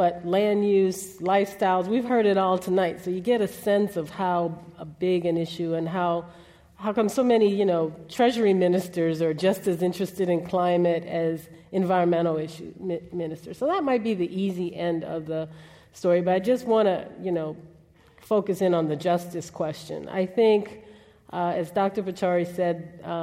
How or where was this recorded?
live audience